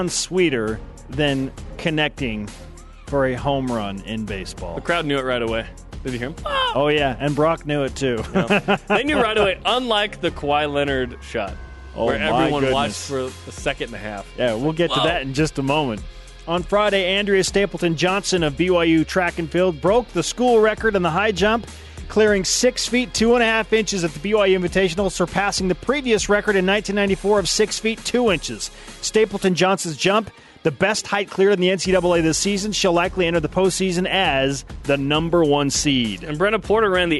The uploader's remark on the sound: They are also joined over the phone